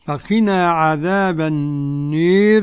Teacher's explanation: فقنا عذاب النار بالإمالة الكبرى لكل من أبي عمرو ودور الكساء